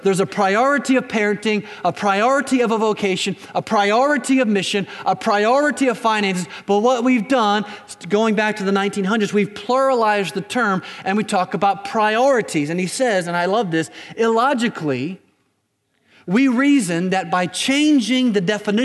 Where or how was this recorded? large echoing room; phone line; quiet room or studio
large echoing room